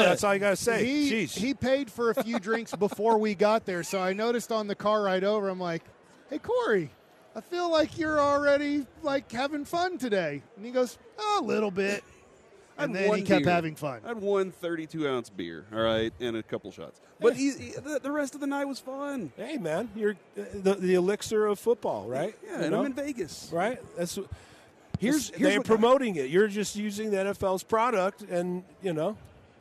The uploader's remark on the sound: LIVE from Radio Row in Las Vegas!